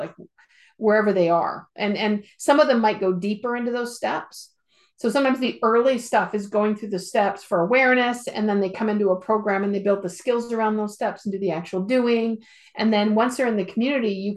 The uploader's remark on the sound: Recording of our Zoom call from Sep 16, 2022.